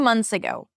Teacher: you do not insert a vowel there between the T-H and the S. All right, even if it's difficult for you to pronounce the TH, you can just drop the TH instead of adding a vowel between the TH and the S.